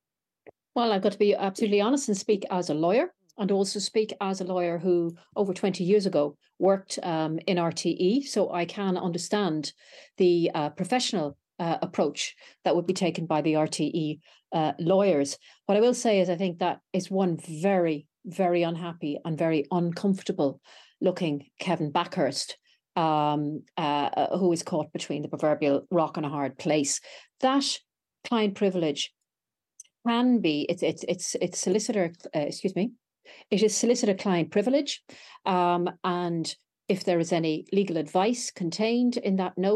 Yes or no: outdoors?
no